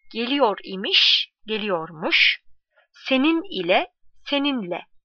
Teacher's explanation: idi, imiş, ise, iken, ilelerden biri getirildiğinde baştaki i düşer